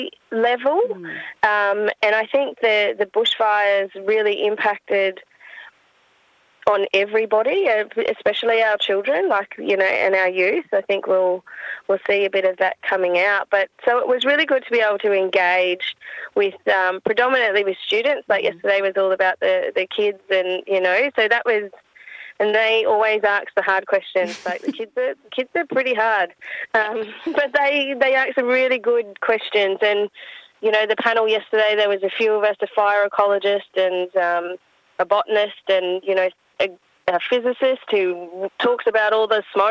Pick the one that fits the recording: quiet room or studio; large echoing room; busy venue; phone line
phone line